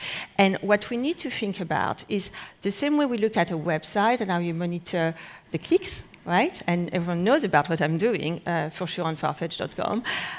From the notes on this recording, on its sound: Gathered on stage at #BoFVOICES in December 2016. A panel of retail space experts gathered on stage at #BoFVOICES.